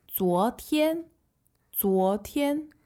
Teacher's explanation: that's Z-U-O second tone, T-I-A-N first tone